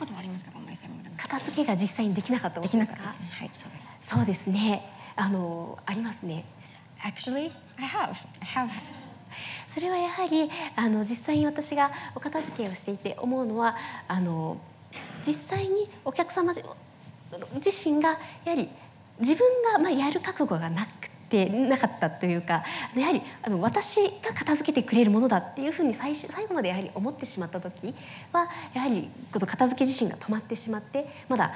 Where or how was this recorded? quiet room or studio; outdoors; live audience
live audience